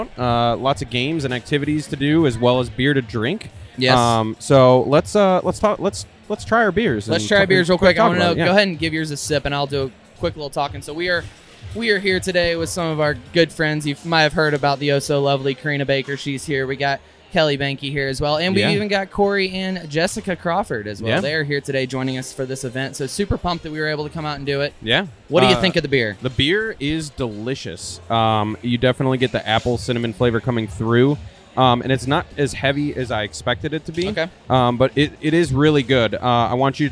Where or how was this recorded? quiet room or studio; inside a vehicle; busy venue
busy venue